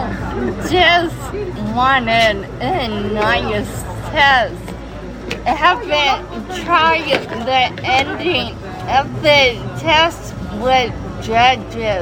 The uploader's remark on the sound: From Tokyo 2020. A brilliant & record breaking night of Freestyle competition at the Baji Koen Equestrian Centre.